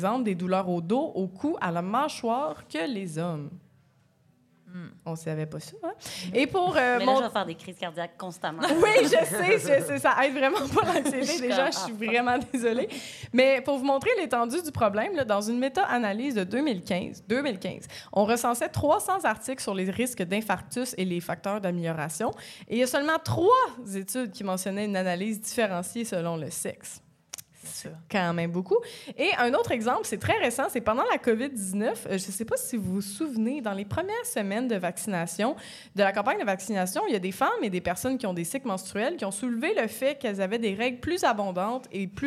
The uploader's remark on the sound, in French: Enregistré devant public à l'Idéal à Montréal.